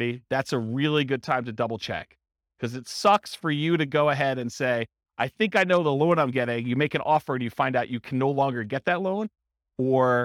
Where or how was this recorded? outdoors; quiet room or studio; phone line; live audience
live audience